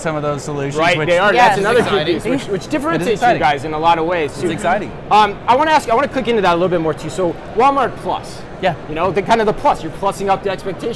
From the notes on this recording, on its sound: LIVE FROM #NRF2024. From their podcast studio inside the VusionGroup booth #5420.